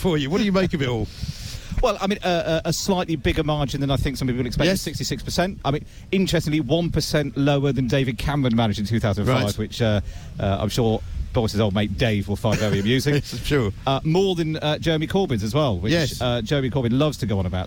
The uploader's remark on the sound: Live from the Tent of Shame on College Green